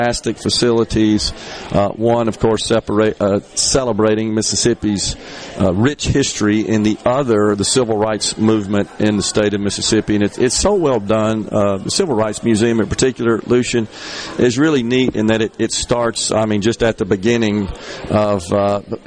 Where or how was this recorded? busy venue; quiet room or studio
busy venue